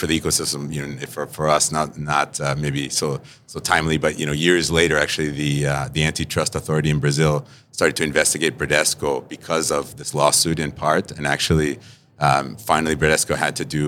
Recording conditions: busy venue